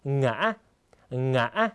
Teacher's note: เสียงสูงขึ้นแล้วก็กักเสียงที่กลางนะครับคล้ายกับการออกเสียง2จังหวะ นะครับโดยที่จะหยุดในจังหวะแรกเล็กน้อยนะครับสรุปได้ว่าเส